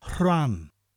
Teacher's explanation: And they roll together the H and the R.